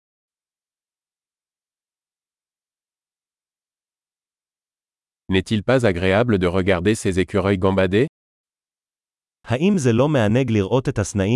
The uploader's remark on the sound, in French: Une promenade dans les bois. Le bruit du murmure du ruisseau est thérapeutique.